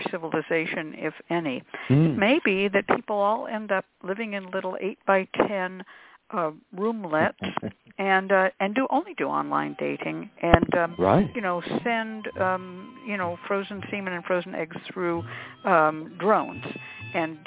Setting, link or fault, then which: link, phone line